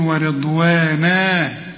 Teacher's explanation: اذا وقفت على ورضوانا اديها ألف كاملة، لان كل فتحتين في القرآن يجوا على اي حرف من حروف الهجاء ما عدا التاء المربوطة يدوك ألف كاملة عند الوقف، تقول ورضوانا، وما تقولش ورضوانا ورضوانا، لا ورضوانا، ألف كاملة.